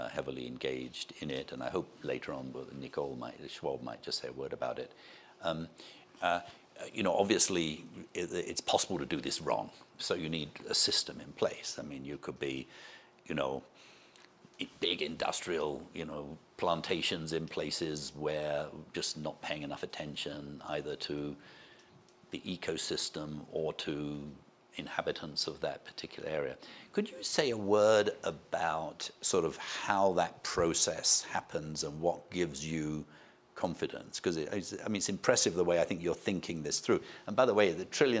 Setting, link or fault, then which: setting, busy venue